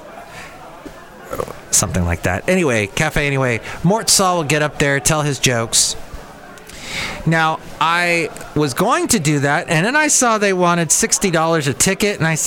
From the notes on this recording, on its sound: podcasts live from Cafe Anyway